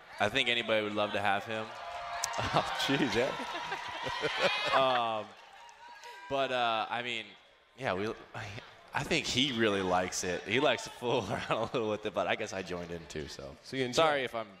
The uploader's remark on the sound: Live at the 2018 Cubs Convention